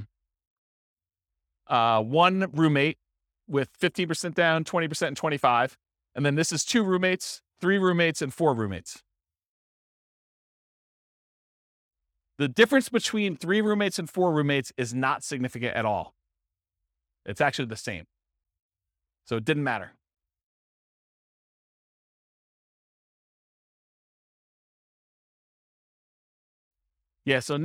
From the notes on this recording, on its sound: This was a live class recorded